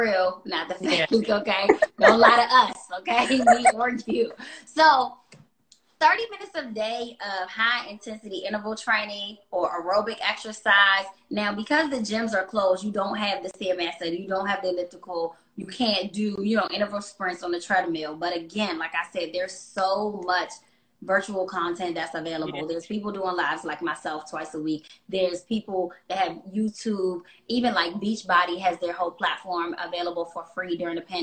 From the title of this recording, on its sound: Wellness Wednesday IG LIVE